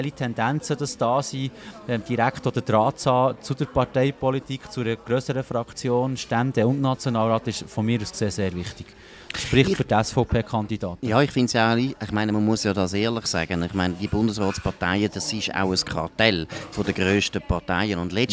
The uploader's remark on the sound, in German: Bern einfach Live aus der Bellevue-Bar